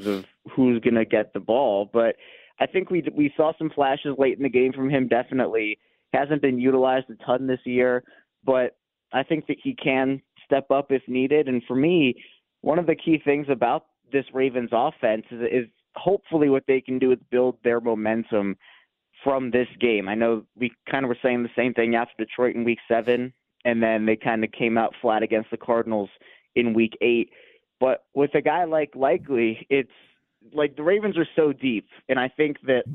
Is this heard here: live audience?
no